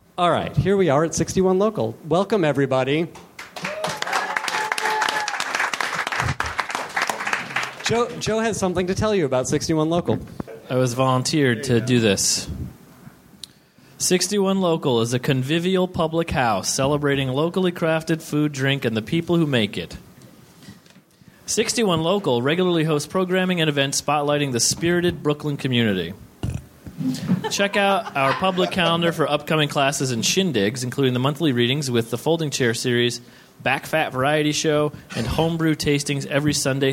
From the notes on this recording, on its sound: Live from Brooklyn! Recorded at 61Local in Brooklyn.